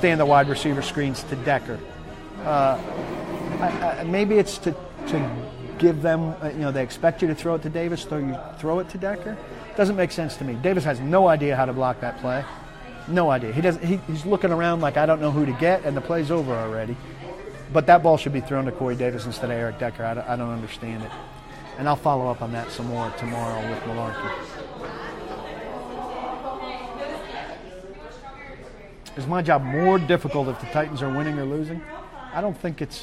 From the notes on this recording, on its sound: answers questions live from Old School in Franklin